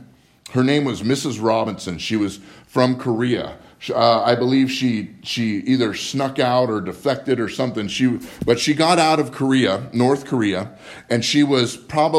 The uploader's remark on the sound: Live From Living Word Lutheran Church